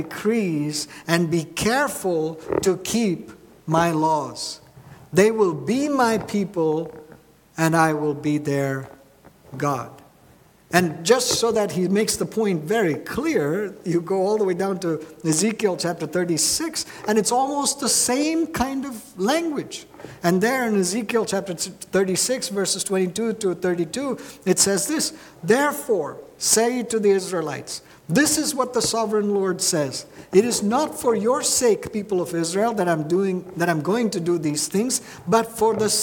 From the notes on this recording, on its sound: at New Life Fellowship Church, Concord, NC, on Sunday, April 30, 2023